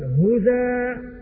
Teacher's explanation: هكذا، فإذا وقف حمزة على كلمة هزءا وقف عليها هزوا تبعا للرسم، ووقف عليها أيضا هزا بنقل حركة الهمز إلى الساكن قبله